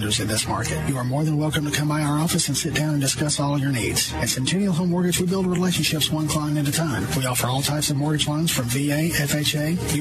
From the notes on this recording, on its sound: LIVE Remote at The Santa Market! We are very ready to start our holiday shopping at Santa’s Market, where we will be doing a live remote this Saturday.